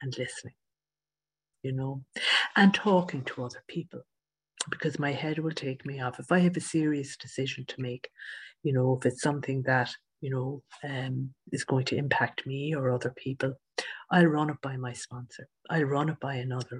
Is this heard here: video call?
yes